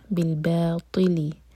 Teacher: طا heavy, زبان کی ٹپ سے نہیں پڑھنا